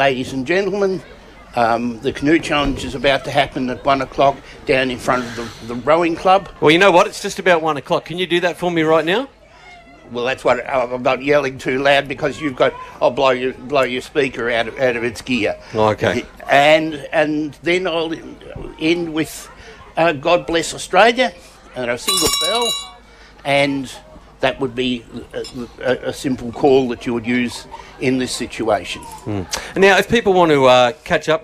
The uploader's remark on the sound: special outside broadcast live from the 2024 Nagambie On Water Festival with thanks to Go Nagambie from Lake Nagambie